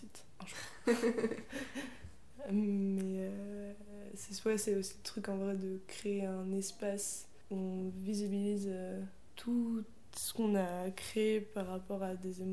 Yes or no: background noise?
yes